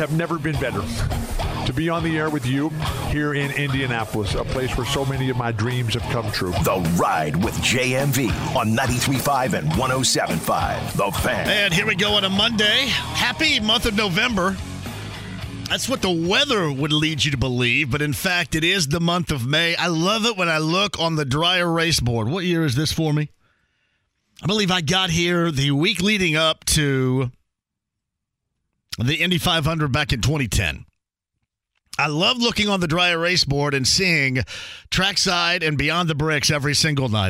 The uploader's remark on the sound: opens the phone lines up for questions and comments from callers